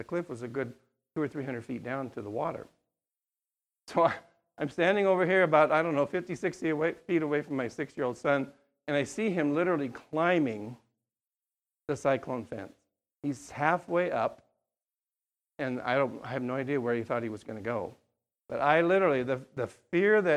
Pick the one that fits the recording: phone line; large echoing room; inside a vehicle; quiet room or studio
large echoing room